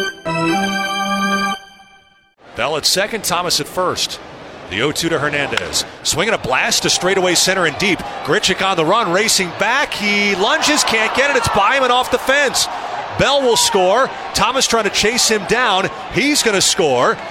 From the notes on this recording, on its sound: Coors Field Rout. Live from Coors Field.